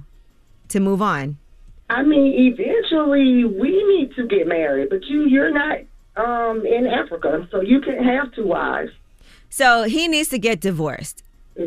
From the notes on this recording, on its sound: Today on th show we opened phone lines to hear our listeners confessions.